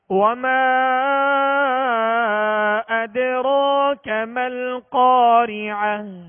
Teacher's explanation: تو حرف مد کے بعد حمزہ دوسرے کلمہ میں ہے، اور منفصل کا معنی ہے جدا ہونا. تو حرف مد سے یہ حمزہ دوسرے کلمہ میں ہے، جدا ہے، لہذا یہاں مد منفصل ہوگا